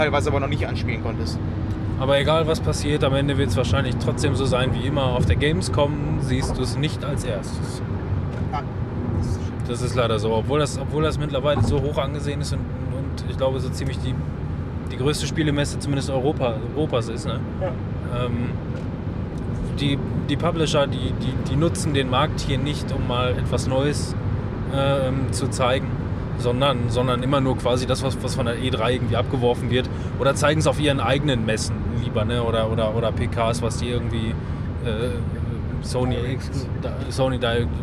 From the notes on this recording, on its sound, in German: Wir waren auch vor Ort und berichten euch in dieser Episode live, über unsere Eindrücke der Gamescom 2018